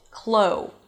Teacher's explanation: It's a k sound shifting to an L. The tongue goes up to touch the upper palate · Term: heavy L